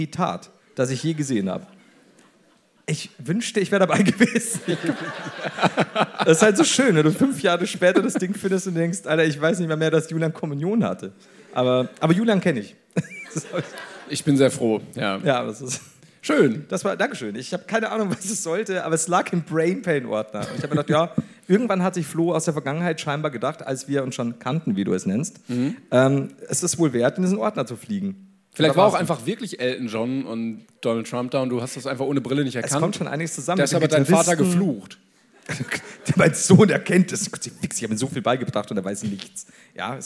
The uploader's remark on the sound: LIVE in Hamburg